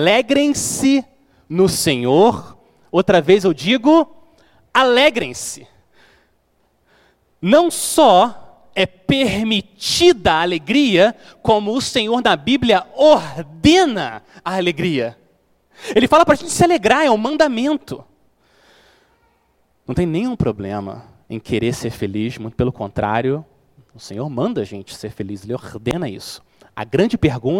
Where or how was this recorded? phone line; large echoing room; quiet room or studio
large echoing room